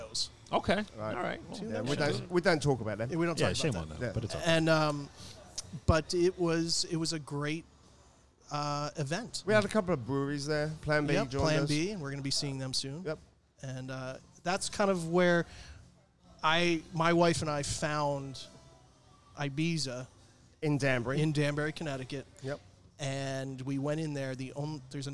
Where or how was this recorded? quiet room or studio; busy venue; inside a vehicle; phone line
busy venue